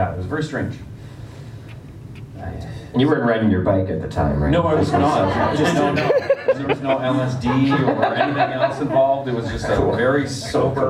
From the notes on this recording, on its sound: We’re live from Toronto Comic Con!